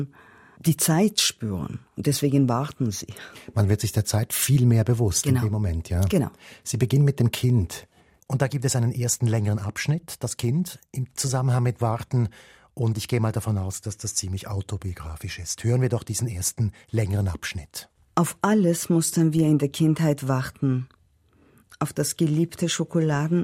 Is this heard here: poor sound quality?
no